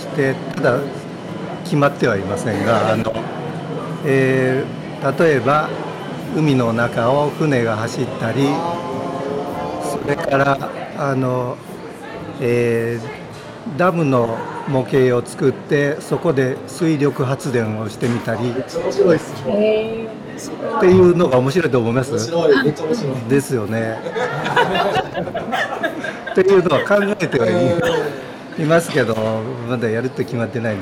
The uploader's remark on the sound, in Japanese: 公開収録スモールワールズ東京。